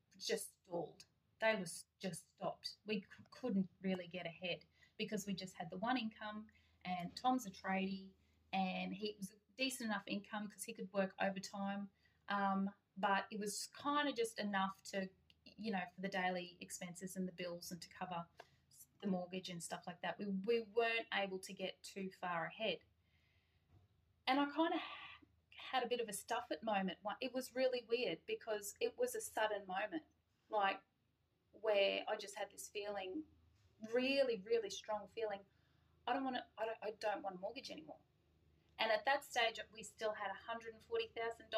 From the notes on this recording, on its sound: Due to the inability to record in the studio at this time the current episodes may sound less &apos;produced&apos. Due to the inability to record in the studio at this time the current episodes may sound less 'produced'.